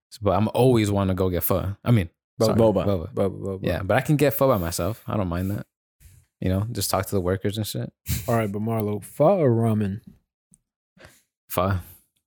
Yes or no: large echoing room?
no